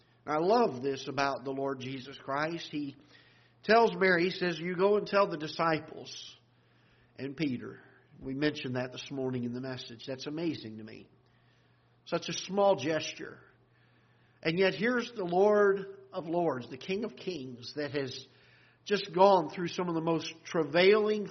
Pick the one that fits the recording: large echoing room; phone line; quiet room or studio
large echoing room